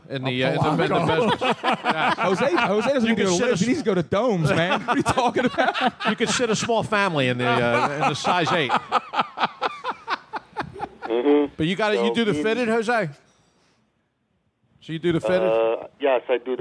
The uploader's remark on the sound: Live from MOONSHINE.